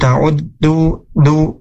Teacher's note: Nah, cuman tadi ada beberapa huruf yang mungkin sedikit gitu ya dikoreksi di huruf dalnya, wa in ta'uddu ta'uddu ni'matan. Nah, huruf dal itu ujung lidah ya menempel ke tempat tumbuhnya gigi seri atas